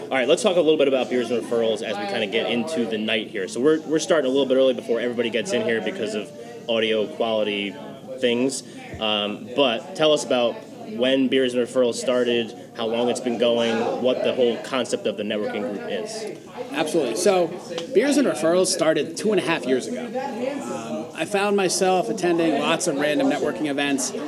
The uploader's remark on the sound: The Morning Spotlight podcast records live from the Beers and Referrals Networking Palooza on August 4th 2021. The event was held at HOPS Craft Beer and Wine Bar in Morristown, NJ.